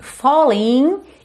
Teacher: O G da terminação ING não é pronunciado mesmo